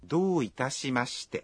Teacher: Khi phát âm, các bạn kéo dài nguyên âm o trong do thêm một nhịp.